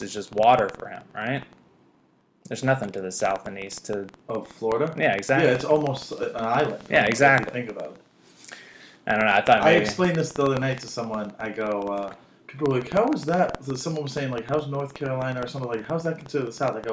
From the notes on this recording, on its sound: screws up the audio setup in the episode to where it sounds absolutely terrible!